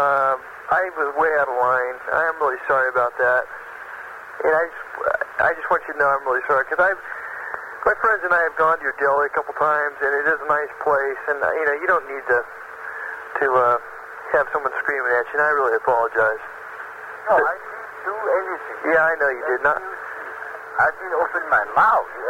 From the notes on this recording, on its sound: …'s Personal Prank Phone Calls Collection.